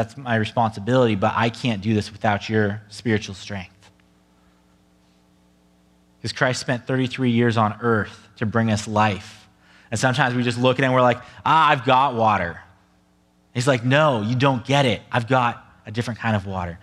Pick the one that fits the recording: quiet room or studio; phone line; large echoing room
large echoing room